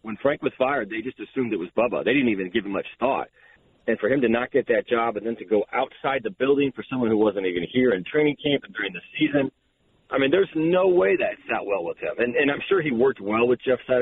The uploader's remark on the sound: calls in to the show